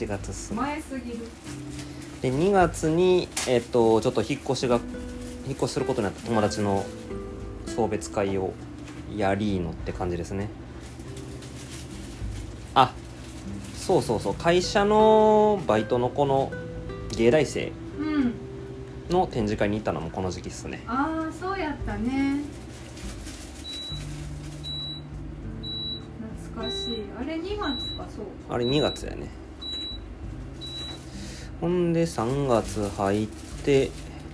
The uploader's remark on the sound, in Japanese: 年越しそばを作りながらの収録なので、物音が多いです。